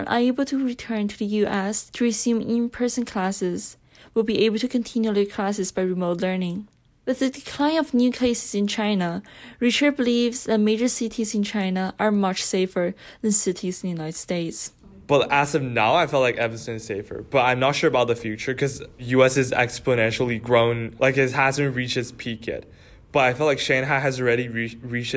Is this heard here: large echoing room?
no